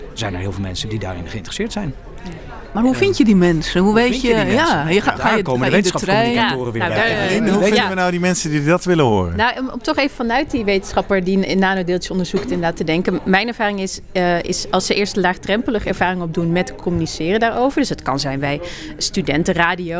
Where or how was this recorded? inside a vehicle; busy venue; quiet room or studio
busy venue